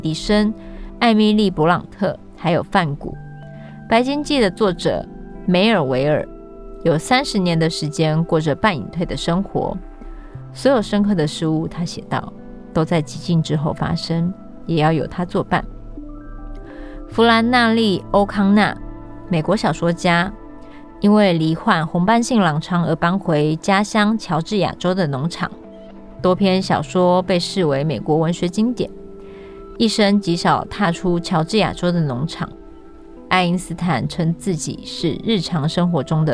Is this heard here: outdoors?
yes